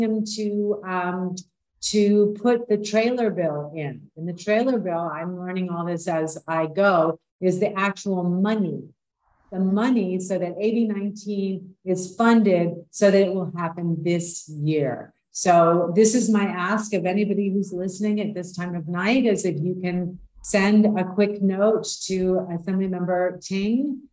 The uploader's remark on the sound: originally on Zoom